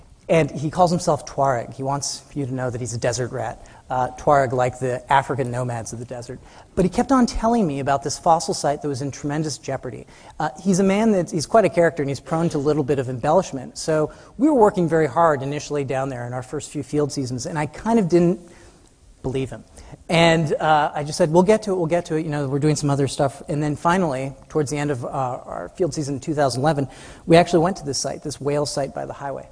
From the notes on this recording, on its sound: Publisher: The Future Is Here, Smithsonian Magazine. In this talk at Smithsonian Magazine's The Future Is Here Festival in Washington, DC.